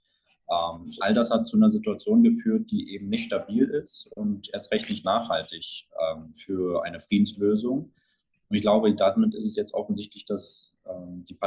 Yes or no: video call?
yes